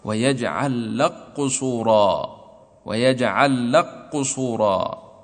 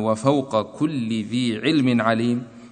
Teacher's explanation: تضغم الكاف في القاف · Shown in: first take